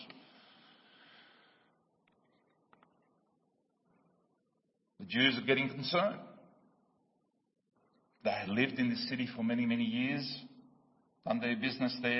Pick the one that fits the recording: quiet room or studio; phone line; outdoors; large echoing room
large echoing room